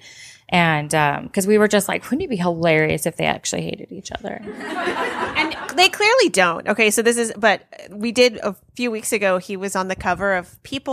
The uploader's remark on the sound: Live at One More Page Books. From the DC stop on their book tour. At One More Page Books in Alexandria, VA! In front of a live and most excellent audience.